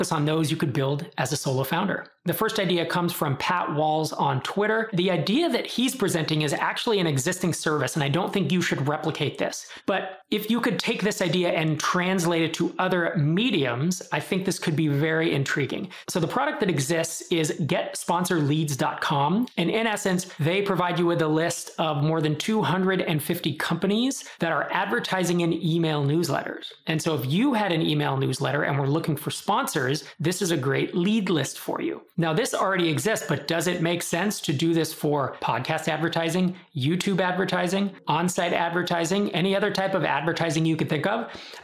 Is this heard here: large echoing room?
no